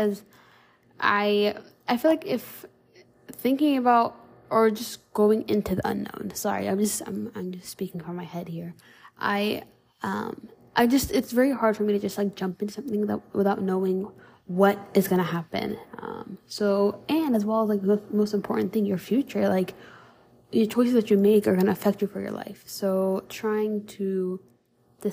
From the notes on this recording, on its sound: I have been given the worst luck with finding the best mic to record these episodes with, as of now I am back with using my phone to record these episodes and unable to return the broken mic.